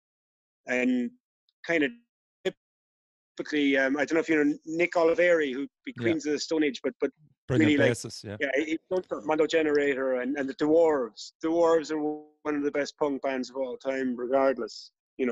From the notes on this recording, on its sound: Took the Zoom call in Kerry, where he was busy restoring an old barn in preparation for a brand new studio.